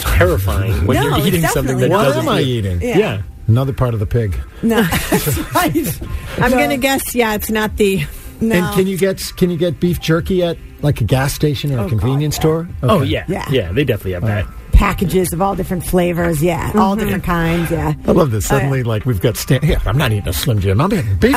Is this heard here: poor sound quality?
no